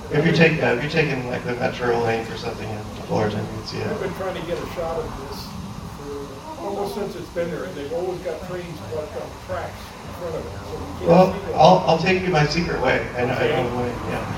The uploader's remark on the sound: The audio is not great, and is sometimes hard to hear what is said, after this episode the audio will now be more coherent. We've figured out how to fix some audio issues.